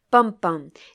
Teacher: If you have a stressed beat followed by an unstressed beat at the end of a poetic line · Term: feminine rhyme